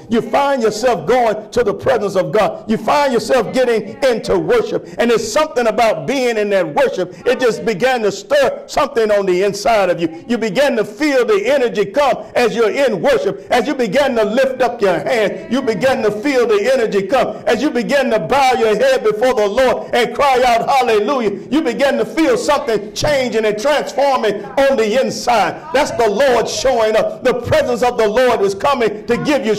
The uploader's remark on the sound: Sermon preached from Wesley AME Zion Church.